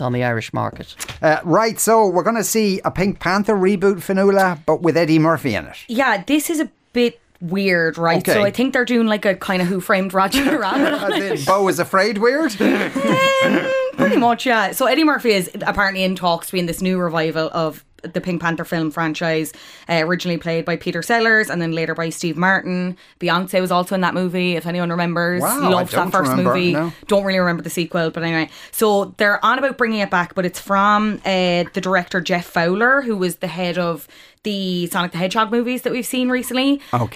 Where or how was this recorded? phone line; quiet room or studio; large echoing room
quiet room or studio